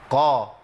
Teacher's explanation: يعني التفخيم. في جزء من اللسان بيرتفع الى اعلى من اقصاه، يبقى القاف هنا حرف ايه؟ مفخم مستعلي